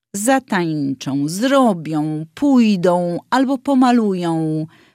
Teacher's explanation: do samogłoski nosowej ą, którą na końcu wyrazu wymawiamy z pełną nosowością.